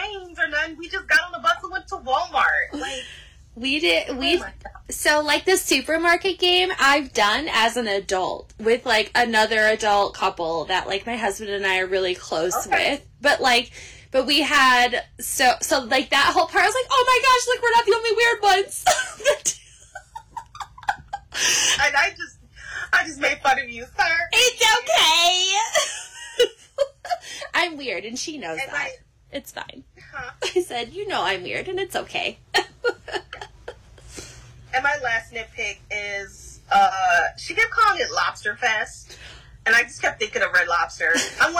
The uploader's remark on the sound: Apologies for the sound; I was having issues.